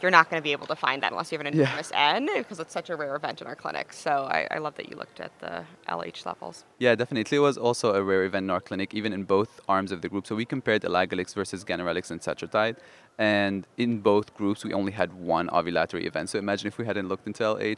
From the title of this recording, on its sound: Live from ASRM 2023